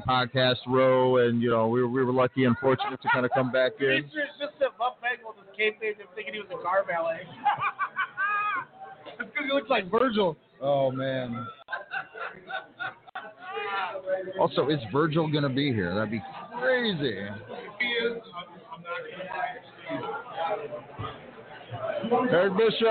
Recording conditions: busy venue